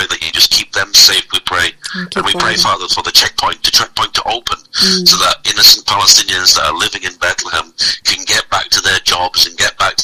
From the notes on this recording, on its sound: Phone interview. A Christian journalist living in Bethlehem.